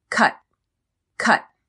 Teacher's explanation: Notice how I don't pronounce the T at the end. I press air out of my mouth and stop. · Term: stop T